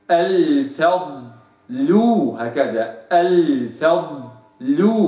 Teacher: إذا أتت الفاء وبعدها مفخم لابد أن أراعي ترقيقها لأن الفاء مرققة حيث جاء